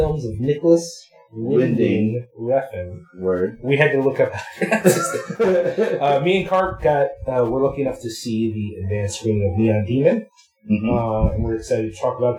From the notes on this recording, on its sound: WE ACKNOWLEDGE THAT THE SOUND ON THIS EPISODE IS SUB-PAR AND WE APOLOGIZE FOR THAT! SOUND NOTES: The episode is rough. One was that what we were hearing through the headphones was NOT what was being captured by the laptop.